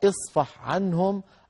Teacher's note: أظهر الحاء عند العين، اصفح عنهم، يعني لا تقل اصفح عنهم، لا تدغم، بل أظهر الحاء عند العين.